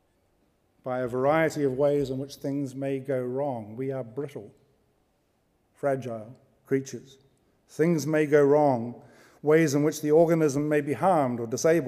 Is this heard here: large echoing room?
yes